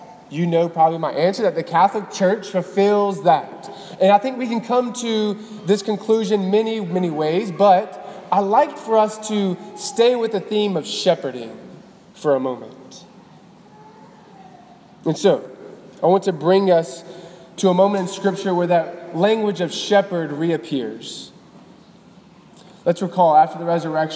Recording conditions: large echoing room